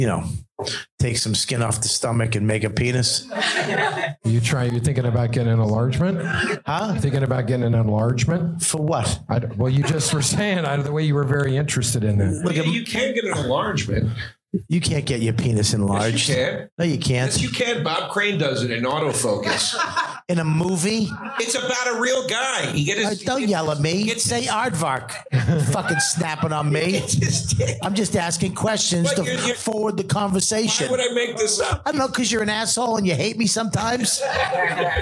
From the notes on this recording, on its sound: Live From The Comedy Store. Live From The World Famous Comedy Store!